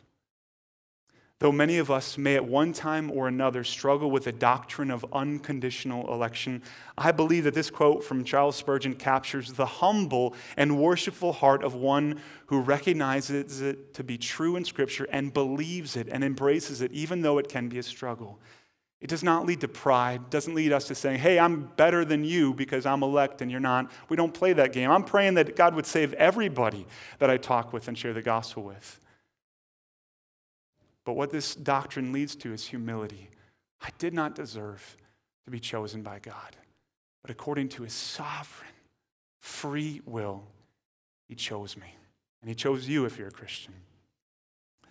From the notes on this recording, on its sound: At Woodridge Community Church (New Berlin, WI).